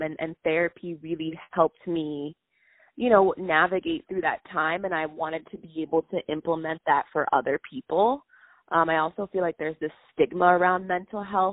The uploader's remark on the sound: On the phone